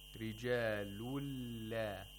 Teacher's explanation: we don't pronounce the nun sakina. We pronounce the next letter with tashdeed. Rijalulla. So we pronounce the Dhamma followed by the Lam with Tashdeed. · Term: Idgham Bila Ghunna